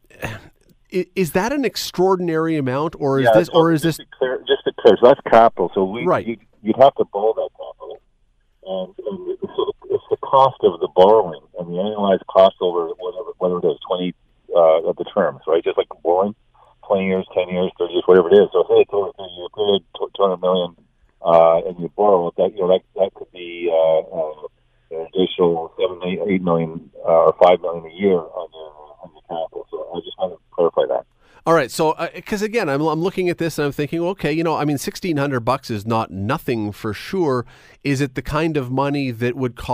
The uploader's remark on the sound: opens the phone lines to get your take on this.